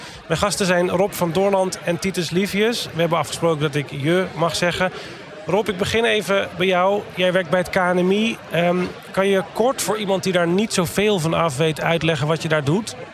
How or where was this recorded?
busy venue